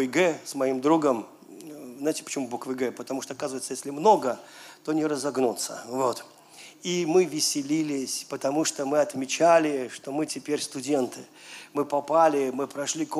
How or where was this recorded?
large echoing room